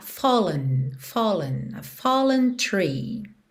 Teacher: Atenção que esse E, ele é pronunciado, mas ele não tem nenhuma ênfase. Então você não diz a fallen, tá?